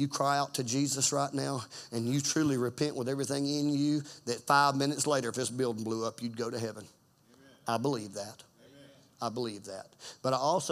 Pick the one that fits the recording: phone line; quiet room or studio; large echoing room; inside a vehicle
large echoing room